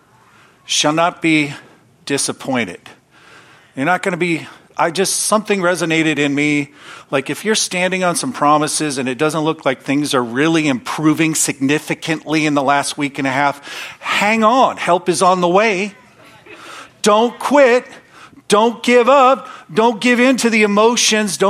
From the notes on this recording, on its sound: from the Wednesday service on May 10, 2023 at Harvest Bible Church in Stockton, CA